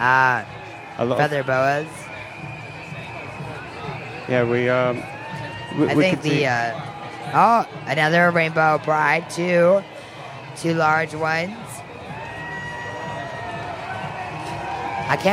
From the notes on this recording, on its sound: live coverage of the Leeds Pride Event